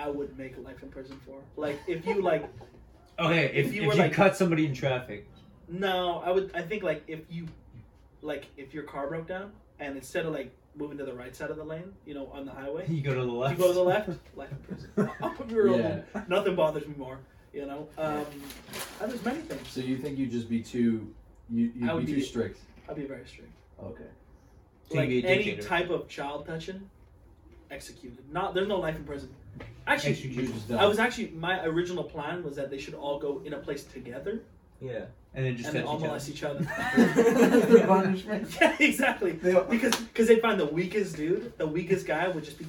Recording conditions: poor microphone